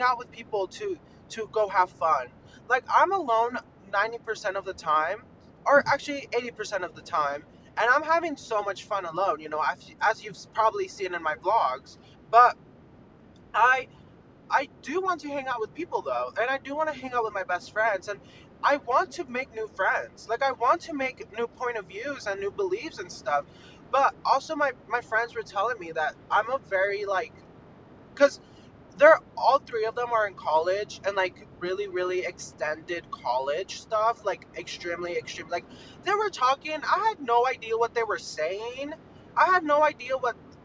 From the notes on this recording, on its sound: mini ROAD-TRIP podcast so so sorry abt the audio.